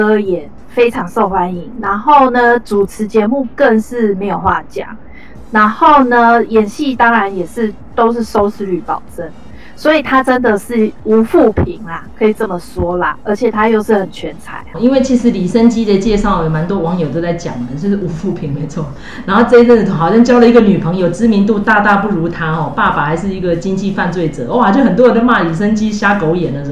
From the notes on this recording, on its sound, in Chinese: 本集錄音音質不佳